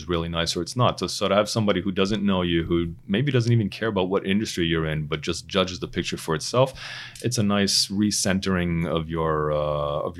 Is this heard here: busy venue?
no